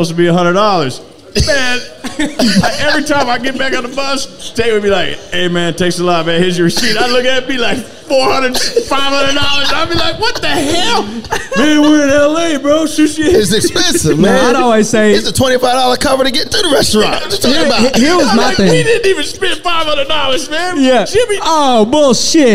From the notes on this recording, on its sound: Recorded at Party Fowl in Nashville, TN. Recorded at Party Fowl in Nashville, TN.